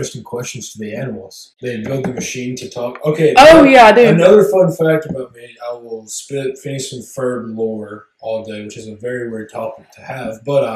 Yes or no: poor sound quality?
yes